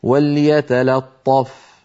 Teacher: بعد أن ينطق اللام مرققة ينتقل إلى الطاء المفخمة فيقول وليتلطف.